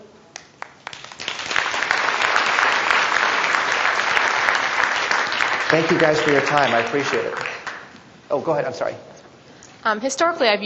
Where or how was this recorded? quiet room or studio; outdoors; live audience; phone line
live audience